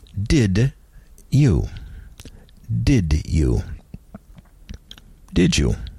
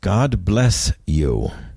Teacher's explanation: English speakers in regions of the USA tend to palatalize, soften, the final consonant of a word when it is followed by a word containing a Y glide, a word that starts with a Y sound.